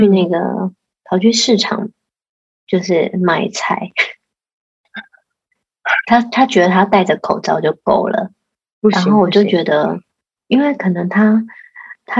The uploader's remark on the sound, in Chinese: 線上錄音again我們依舊趁著孩子睡去後躲在黑漆漆的房間裡